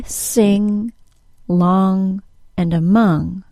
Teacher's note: The NG sound, is different from the N sound, n, and it doesn't include a G sound, g. I most often hear an accidental G sound added to the NG sound at the end of a word.